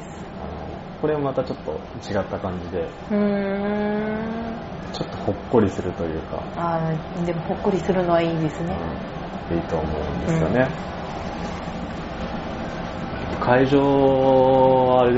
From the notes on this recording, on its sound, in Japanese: それにしても10/16収録分は雑音が酷いです。すみません。